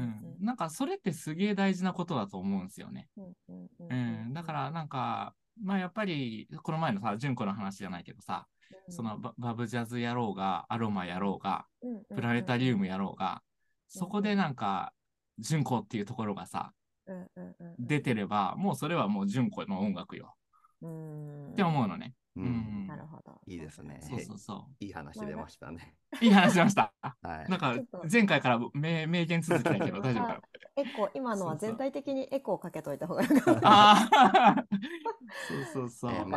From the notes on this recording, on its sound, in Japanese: zoom（リモート収録）